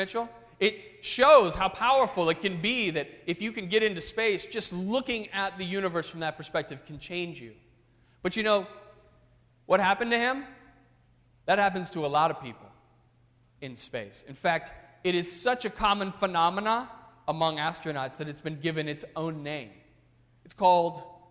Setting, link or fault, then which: setting, large echoing room